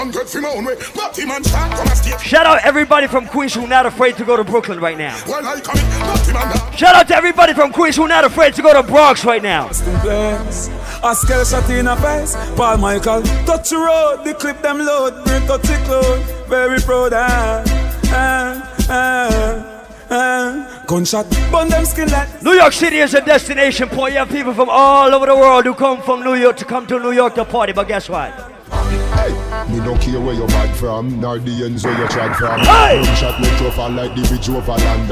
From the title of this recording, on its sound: LIVE AT SEAFOOD TUES NYC 3.8.16